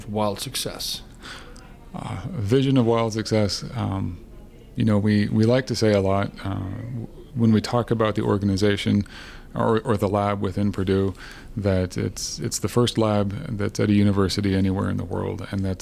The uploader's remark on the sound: onsite at the Event Design Certificate Program Level 3 Cohort 46